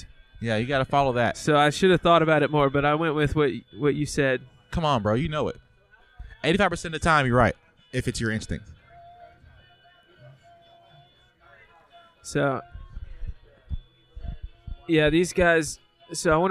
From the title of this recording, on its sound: Live from The Lamp